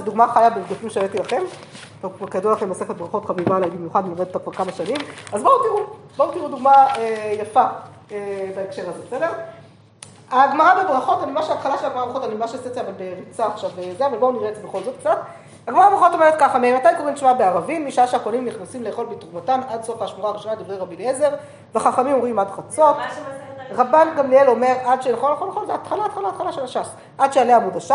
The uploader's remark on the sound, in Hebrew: השיעור הועבר והוקלט עם תלמידות מדרשת שחרי, במסגרת הקורס בתולדות ספרות ההלכה שנלמד במדרשה.